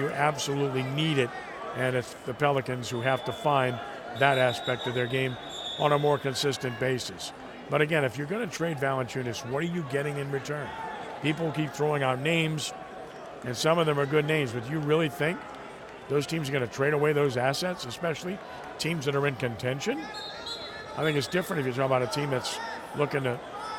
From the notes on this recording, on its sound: Live at wrestling championship.